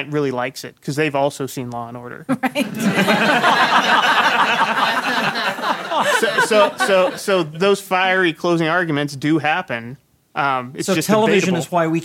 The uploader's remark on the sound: Joined us in front of a live audience at GenCon Indy.